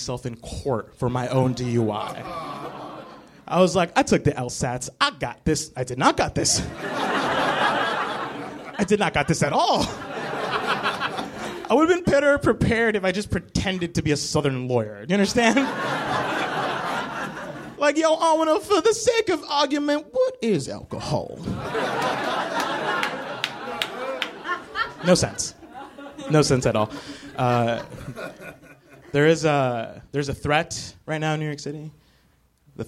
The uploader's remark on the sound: Live from the NerdMelt Showroom